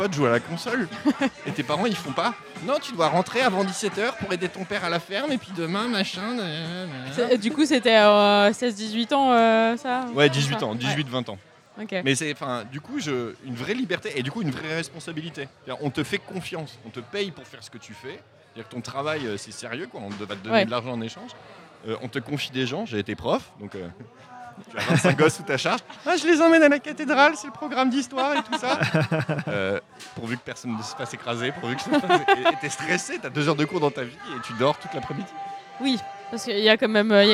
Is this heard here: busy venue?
yes